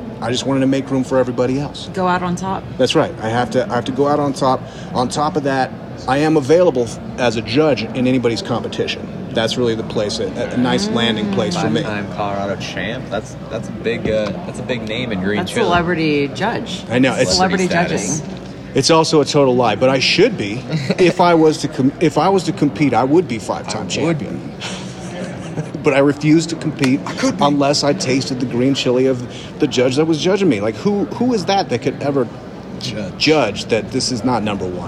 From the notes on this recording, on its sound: Live From Podcast Movement 2023 in Denver. Coming to you live from the Podcast Movement Conference.